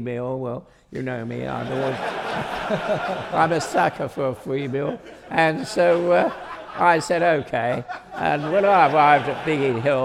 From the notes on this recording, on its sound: On stage at We Have Ways Fest.